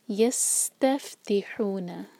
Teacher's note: سین پر whistling sound اور فا پر ہوا کے ساتھ